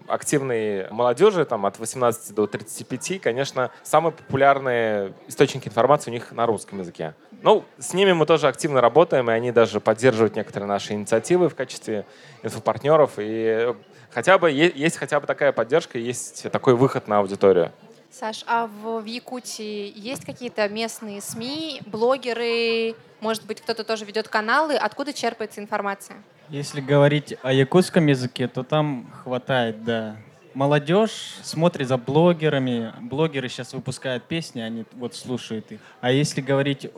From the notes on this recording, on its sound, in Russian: Открытая запись на Красной площади. В предзаписи.